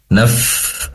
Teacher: ujung gigi seri atas, yaitu gigi depan ya, ujungnya nempel ke perut bibir atau bibir yang bagian bawah ya. Naf, sambil dialirkan nafasnya.